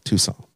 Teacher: You don't pronounce the T in French.